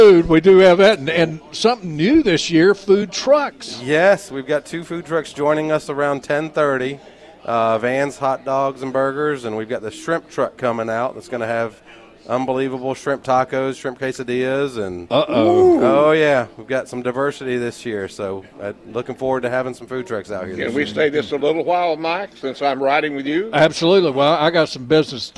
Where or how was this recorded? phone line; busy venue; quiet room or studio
busy venue